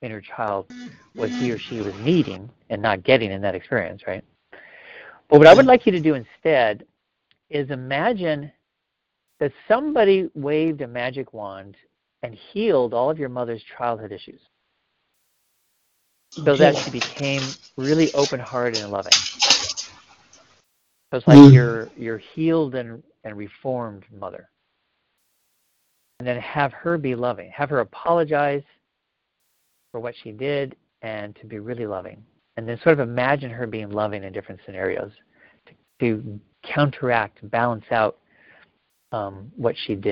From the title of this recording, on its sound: Live Q&A Calls